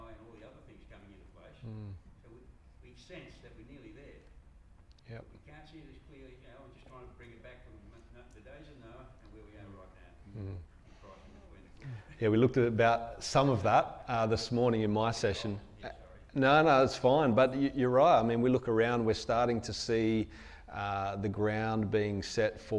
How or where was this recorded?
live audience